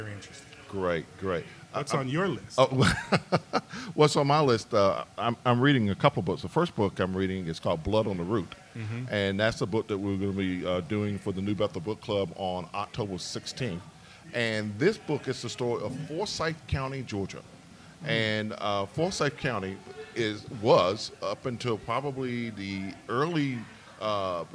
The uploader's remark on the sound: Recorded live at Mama’s Breakfast and BBQ in Macon, Georgia.